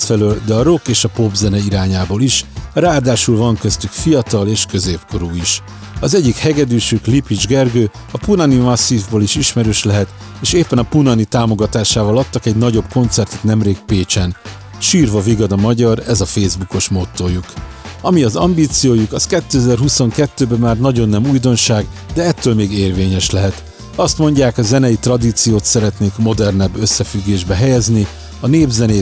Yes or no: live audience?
no